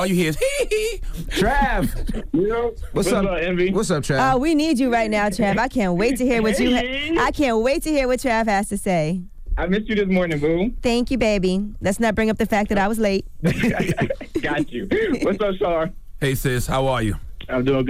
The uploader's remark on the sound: Today on the show we had a surprise get it off your chest call. We opened up the phone lines.